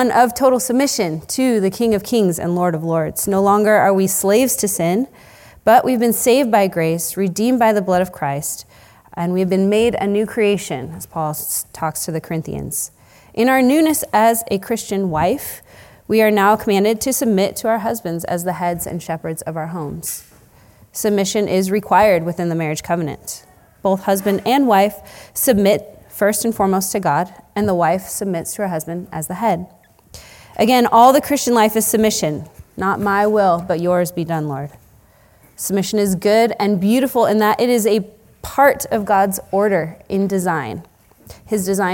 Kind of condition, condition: setting, busy venue